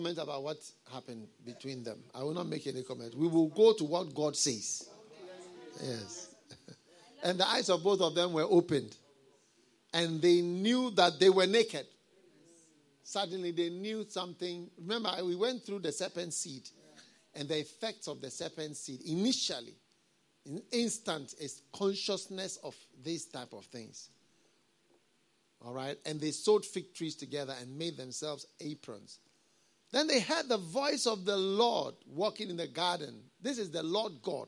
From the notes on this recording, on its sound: Preached at the FLOW Service, First Love Church, Accra.